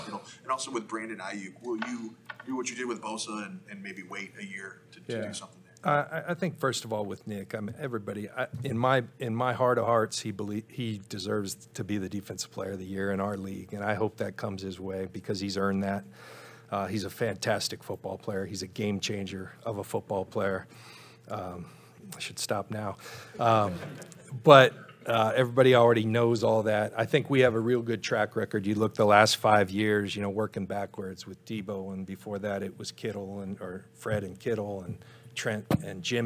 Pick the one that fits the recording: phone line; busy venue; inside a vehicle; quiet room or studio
busy venue